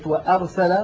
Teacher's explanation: نلاحظ الهمزة في كلمة وأرسل من أقصى الحلق.